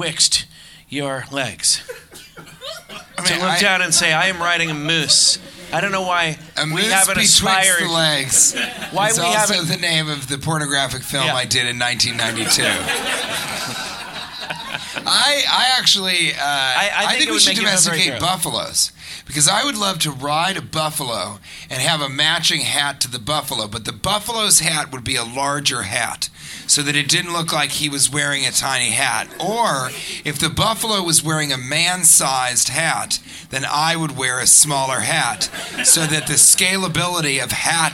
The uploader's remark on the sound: Live from Cleveland